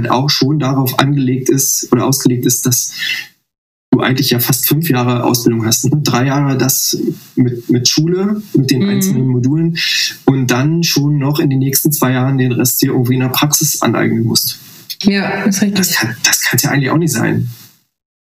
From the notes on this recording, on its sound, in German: Die nächsten Folgen wird der Ton auch wieder besser, versprochen.